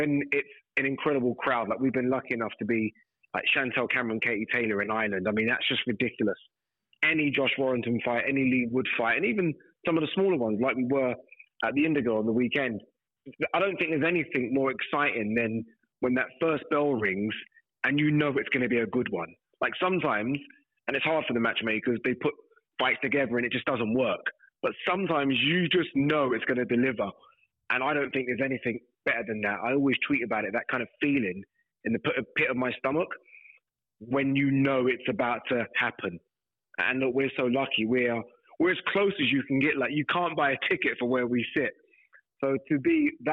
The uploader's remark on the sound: Hear from the challenger on location. Is on the phone to recap some of last week's boxing highlights.